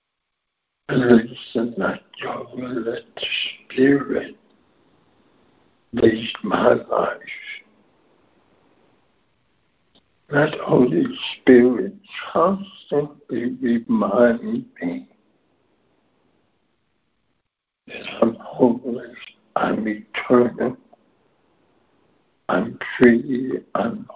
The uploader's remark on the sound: ACIM Daily Conference Call